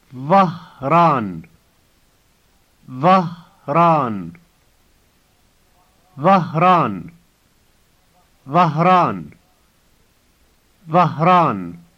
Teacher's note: notice that the H before the rolled R is clearly pronounced